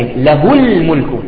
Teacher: مثال: له الملك، هلا الهاء قبلها لام مفتوحة وبعد الهاء تأتي اللام ساكنة له الملك وليس فيها هنا إلا القصر وتحرك بحركة الضمة فقط ما في يعني مد أبدا